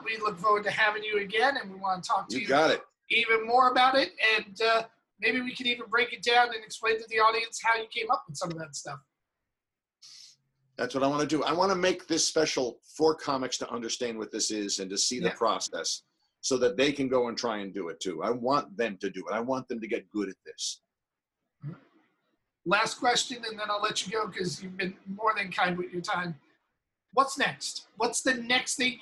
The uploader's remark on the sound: He dropped into the Zoom room